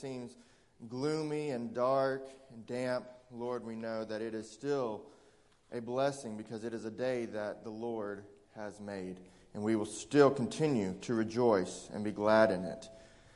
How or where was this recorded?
large echoing room